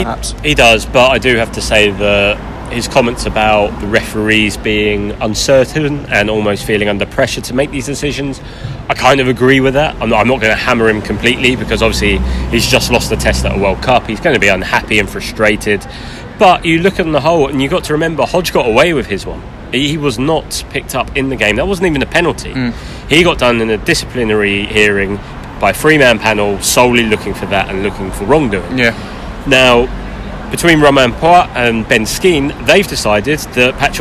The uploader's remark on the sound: on the streets of Shinjuku